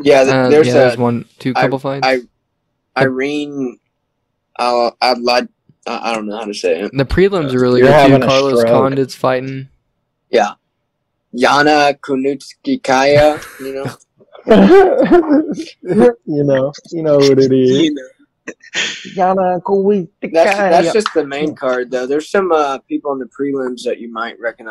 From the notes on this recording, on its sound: We decided to get together for quick zoom call. This is our first ever full zoom podcast between all hosts.